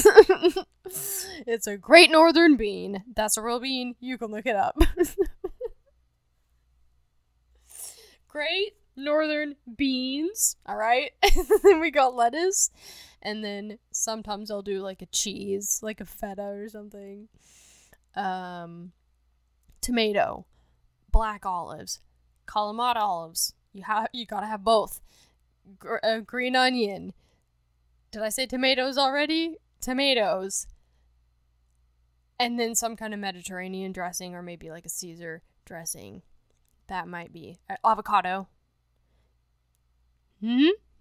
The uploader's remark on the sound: audio is fixed in ep 2 sry